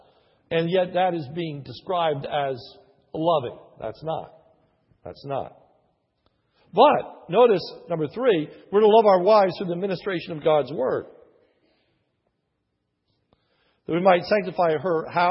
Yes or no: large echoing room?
yes